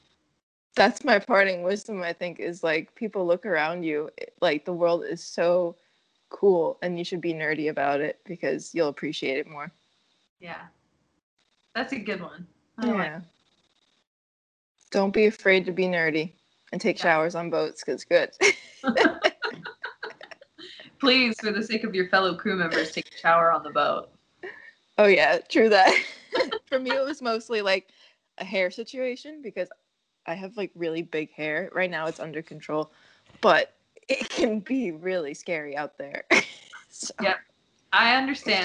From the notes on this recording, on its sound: We are recording from all over the country via skype - occasionally there are some audio issues due to that.